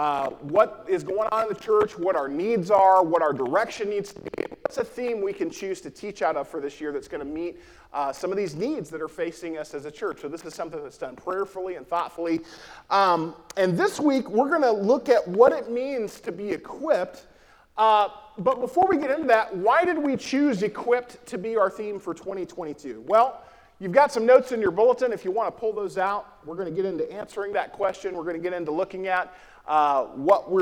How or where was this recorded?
live audience